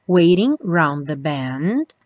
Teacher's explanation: É opcional. Aqui eu deixei marcadinho o T com som rarara, porque quase sempre essa palavra aparece waiting.